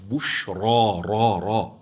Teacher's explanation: أنا أعيد الراء المفتوحة لتسمع أن الراء في رواية حفص مفخمة